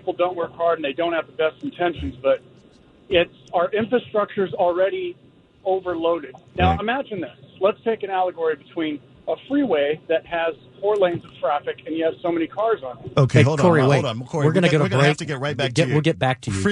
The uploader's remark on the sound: Listeners call in and voice their opinion today on A Nation divided Radio.